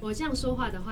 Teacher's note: 因为说话的这个音质是比较靠鼻音的，就 nasal 的这个声音太重了一点点